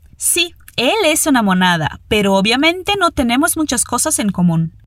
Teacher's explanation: o som bem marcado do N no final de común